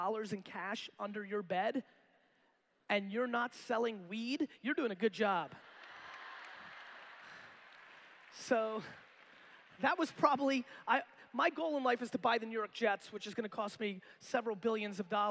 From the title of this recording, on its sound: A keynote: Beachbody Coach Summit 2016